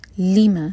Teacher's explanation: دو syllable والا ورڈ، لی پر زور دیں گے